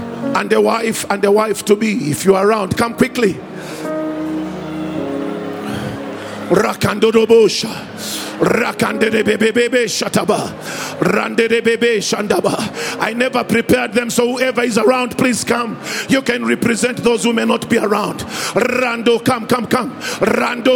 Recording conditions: large echoing room